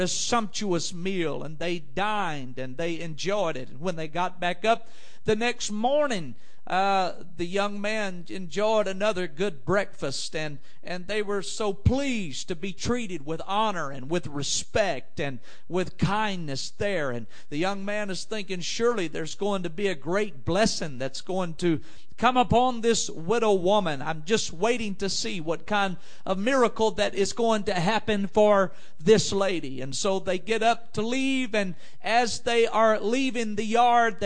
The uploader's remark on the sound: Preaches at JFPC Heritage Conference in Jennings, LA.